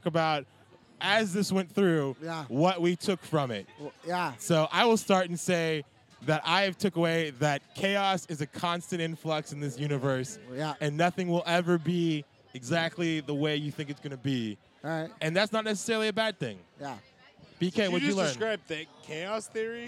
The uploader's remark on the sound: The boys are coming live from CrockerCon 2015 and they are bringin' a ton of new faces! Conversations are had on and off microphone.